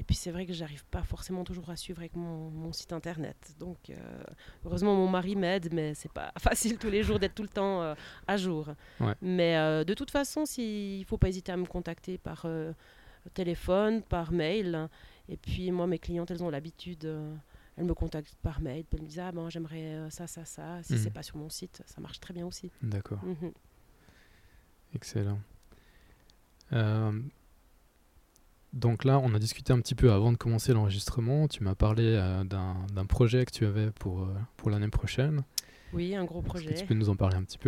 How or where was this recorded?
outdoors